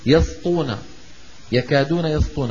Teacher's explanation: هذه السين جاورت الطاء المطبقة المستعلية، فممكن تتفخم